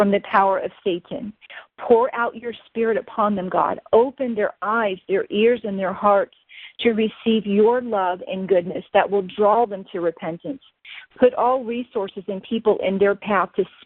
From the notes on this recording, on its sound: On this Conference Call. Answering questions that were submitted this past weekend from standers around the world.